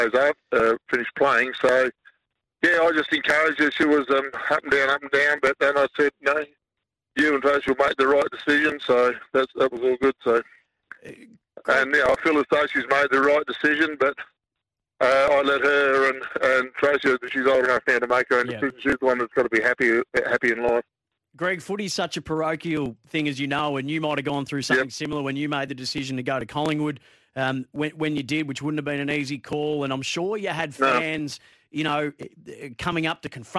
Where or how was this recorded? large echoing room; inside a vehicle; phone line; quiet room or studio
phone line